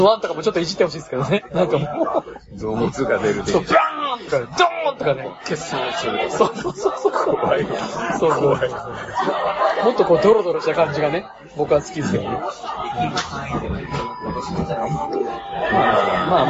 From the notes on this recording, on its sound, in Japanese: 今回は居酒屋収録のため音声が悪いです。